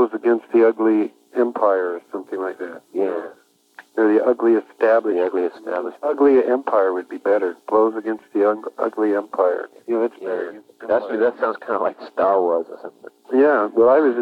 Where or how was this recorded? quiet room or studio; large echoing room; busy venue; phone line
phone line